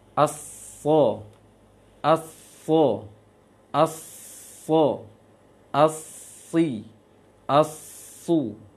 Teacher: Untuk sod, tebalkan dia, naikkan lisannya.